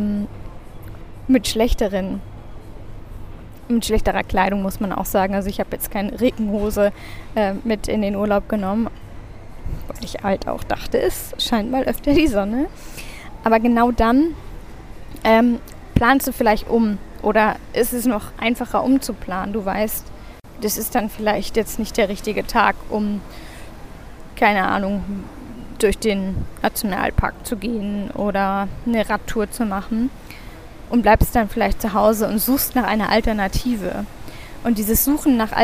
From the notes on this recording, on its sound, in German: Aufgenommen am Flughafen in Istanbul.